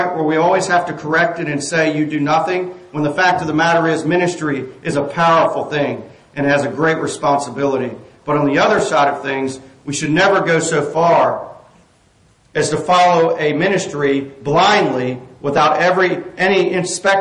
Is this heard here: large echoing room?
yes